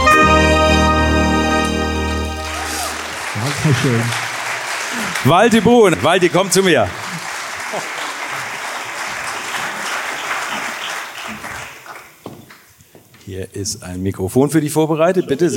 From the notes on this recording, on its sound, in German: Endlich meinen ersten großen Livepodcast zu veröffentlichen. Meinen knapp 400 Zuschauern. Auf der Bühne präsentieren zu dürfen.